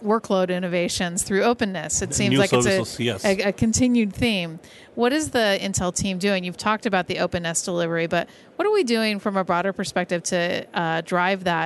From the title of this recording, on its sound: Intel Chip Chat LIVE from MWC 19 in Barcelona